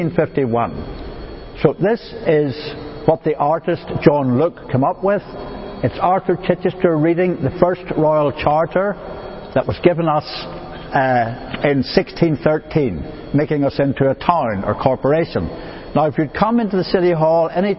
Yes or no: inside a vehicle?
no